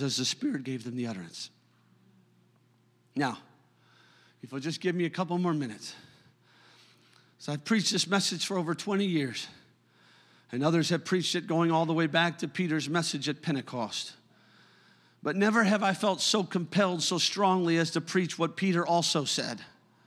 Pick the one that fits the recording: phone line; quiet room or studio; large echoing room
large echoing room